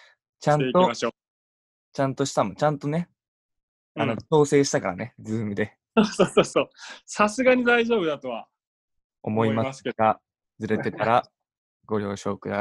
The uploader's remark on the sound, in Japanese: 今回はzoomによる収録です。